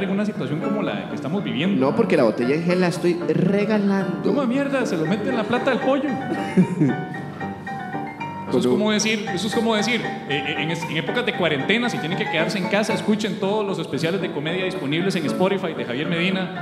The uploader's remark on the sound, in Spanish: En este episodio en vivo desde Artisán Brew Pub